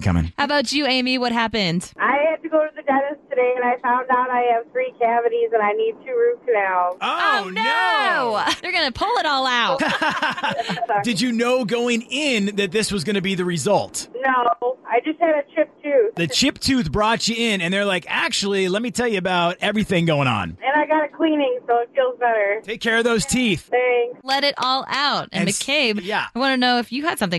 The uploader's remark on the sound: asked listeners to call